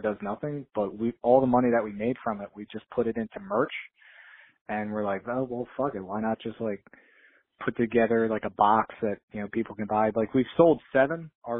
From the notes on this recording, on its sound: called in to chat